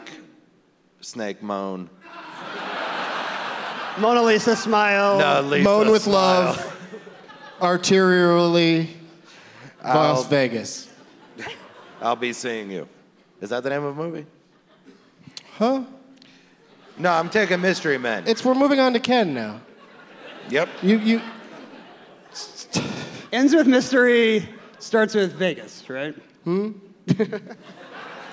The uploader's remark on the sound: Live from the Neptune Theatre in Seattle